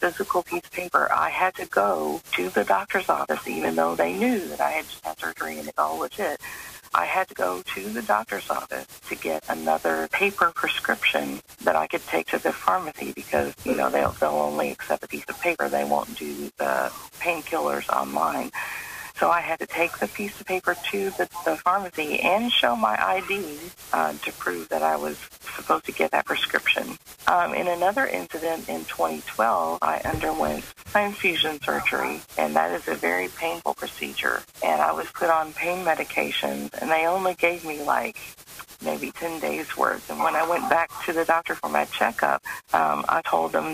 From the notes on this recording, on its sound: The coffee club where we discuss most anything with our pannel and take your live calls.